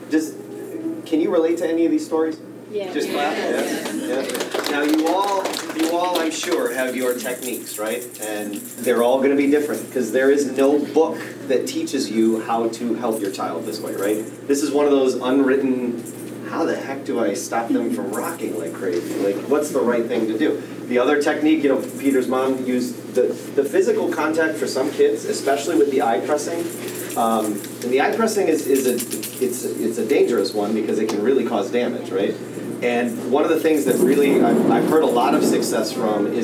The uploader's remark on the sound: capture audio from the Braille Challenge Finals held in Los Angeles this June